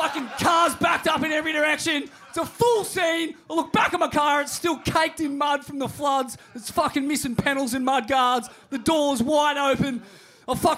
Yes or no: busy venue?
yes